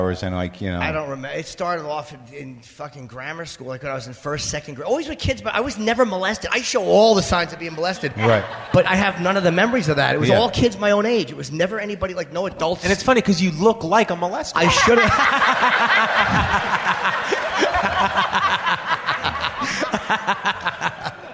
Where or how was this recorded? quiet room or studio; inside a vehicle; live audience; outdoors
live audience